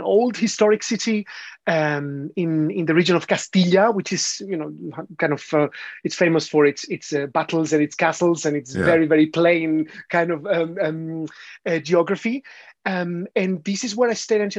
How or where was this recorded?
video call